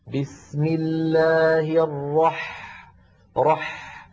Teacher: الحاء ساكنة وهي حرف رخو، إذن يجب أن يكون زمن الحاء مساويا لزمن بس، زمن السين التي تقدمت، لأنهما نظيران.